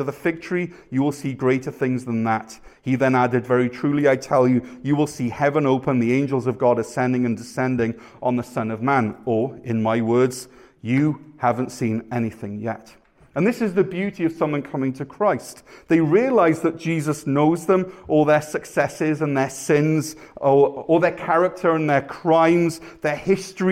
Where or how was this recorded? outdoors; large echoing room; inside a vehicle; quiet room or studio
large echoing room